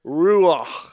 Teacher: when you say it, you can feel the guttural sound of breath coming forth